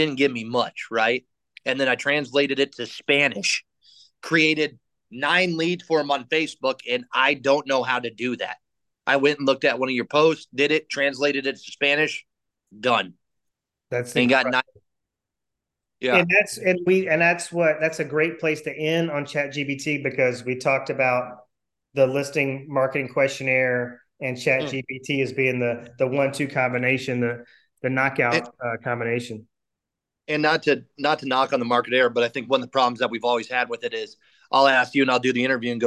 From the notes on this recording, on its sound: Replay of my weekly group coaching call via Zoom. Replay of my weekly group coaching call via Zoom.